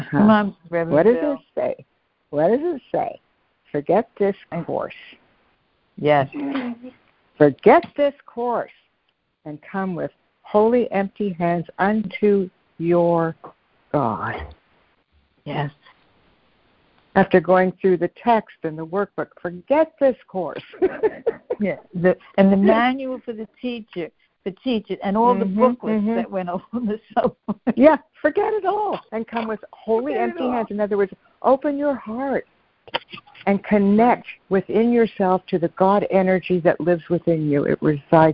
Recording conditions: phone line